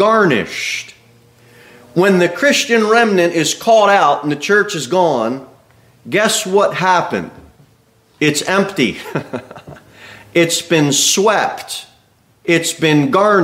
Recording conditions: large echoing room